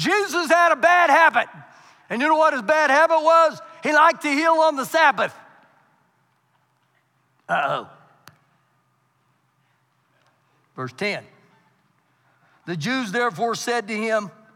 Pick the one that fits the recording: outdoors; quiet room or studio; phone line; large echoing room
large echoing room